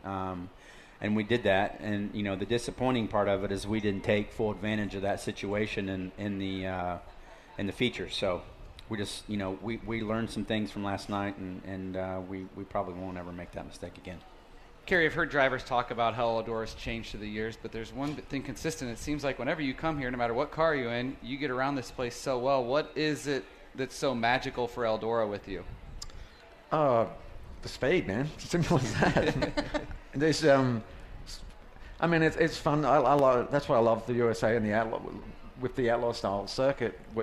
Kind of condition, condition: setting, busy venue